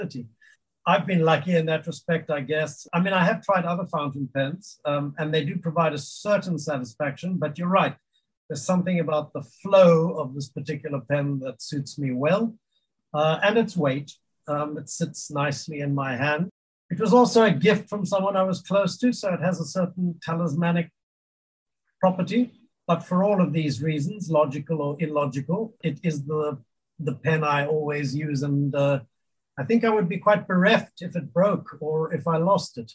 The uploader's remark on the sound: We met via Zoom